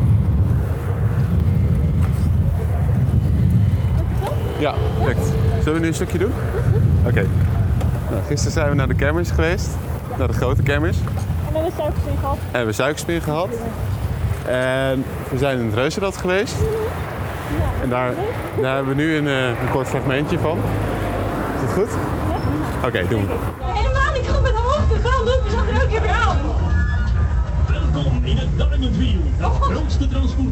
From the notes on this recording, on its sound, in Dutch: Opgenomen in Café Peter Pan.